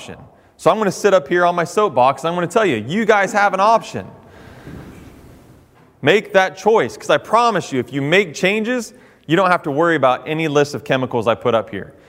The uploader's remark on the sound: addresses an audience containing both professional firefighters and firefighter recruits on the campus of Central Ohio Technical College in Newark